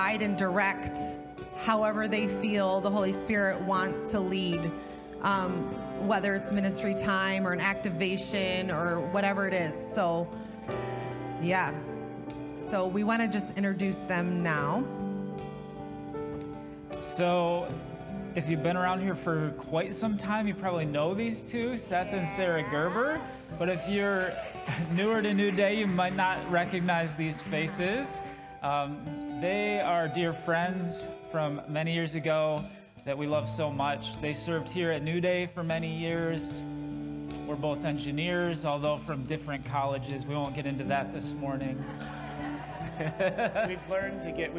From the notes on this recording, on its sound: Sunday Morning Service - Audio.